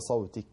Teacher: الهمس يكون صوت ضعيف يجري النفس عند النطق بالحرف اللي هو حرف الكاف